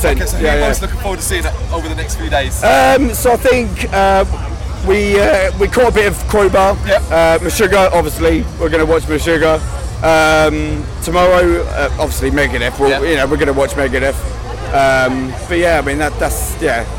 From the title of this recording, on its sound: Bloodstock 2023 Interviews